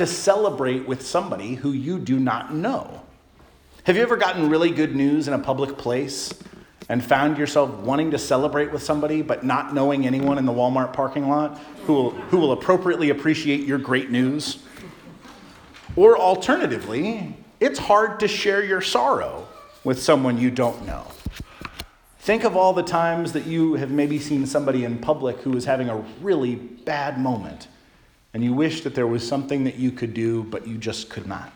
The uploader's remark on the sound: Charles Anglican Cathedral, Bremerton, WA.